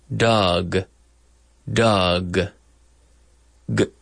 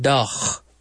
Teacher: G, g. So you have to create the G sound by sealing off, momentarily closing the back of the throat · Shown in: first take